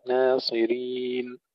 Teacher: ترقيق النون جيدا ثم تفخيم الصاد